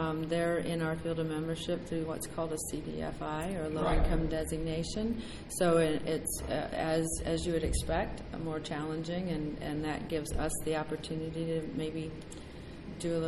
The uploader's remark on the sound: Live from Finastra Community Markets